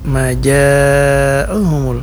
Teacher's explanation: Ja'ahumul ini mad wajib muttasil panjangnya 5 sampai 6 harakat.